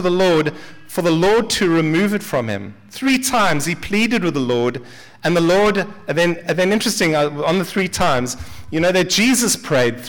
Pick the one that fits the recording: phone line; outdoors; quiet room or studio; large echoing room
large echoing room